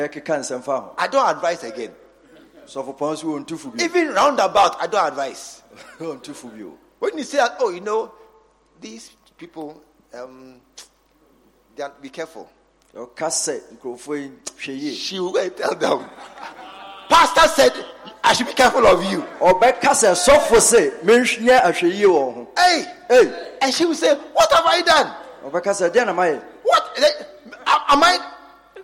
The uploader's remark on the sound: Leaders And Loyalty Conference 2023 _ Day 2 _ Morning Session